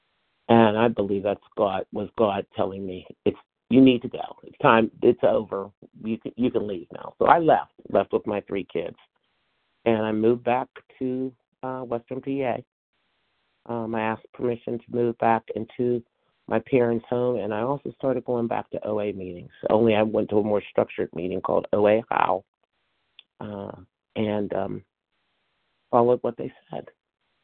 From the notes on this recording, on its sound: from the 100 Pounders Phone Meeting